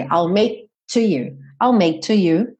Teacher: Então você make to you, você chega a fechar aqui, sabe, na área da glote, você chega a fechar como quem vai fazer o K. Você sente lá a região da língua indo para trás, ao make, só que você não não solta o som, já vai direto pro T.